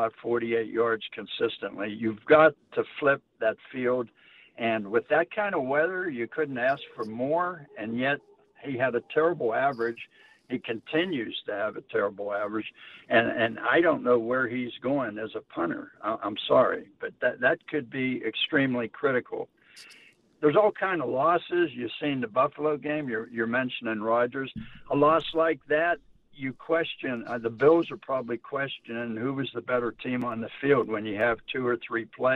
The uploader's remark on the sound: They also hit the phone lines to take your questions.